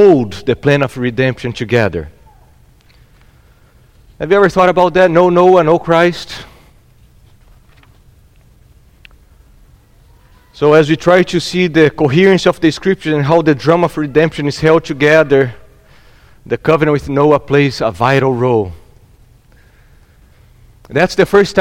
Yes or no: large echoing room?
yes